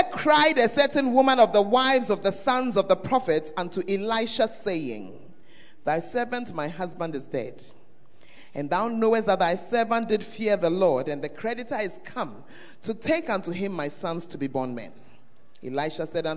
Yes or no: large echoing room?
yes